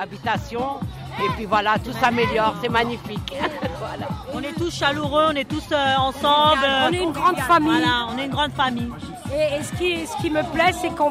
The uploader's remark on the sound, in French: Une émission participative enregistrée en public à la Maison pour Tous Césaria Evora, de La Courneuve.